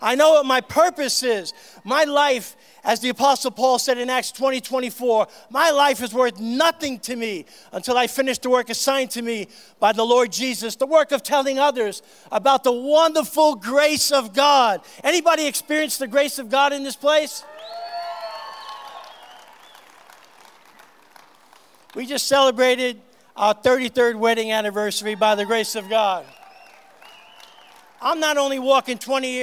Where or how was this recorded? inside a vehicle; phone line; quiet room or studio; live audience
live audience